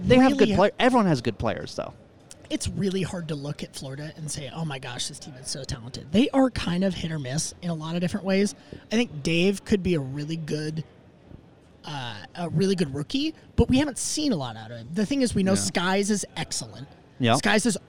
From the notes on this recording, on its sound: LIVE (at the time) from the Major II Tournament at Mystic Lake!